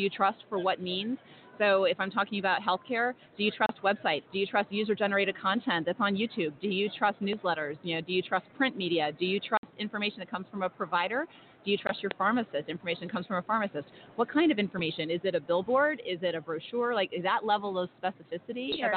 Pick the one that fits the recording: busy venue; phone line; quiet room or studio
busy venue